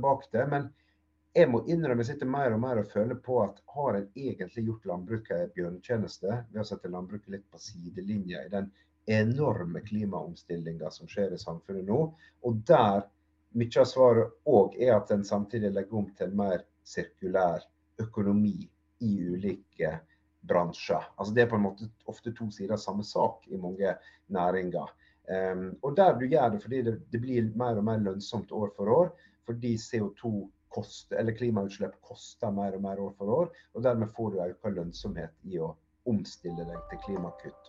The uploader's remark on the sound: Live Zoom